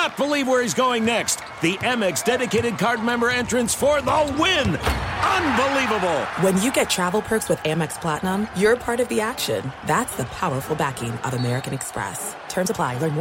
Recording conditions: busy venue